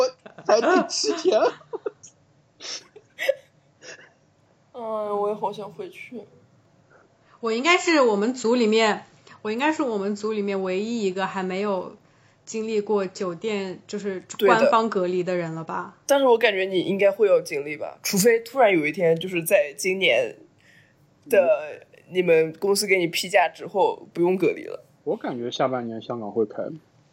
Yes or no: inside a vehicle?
no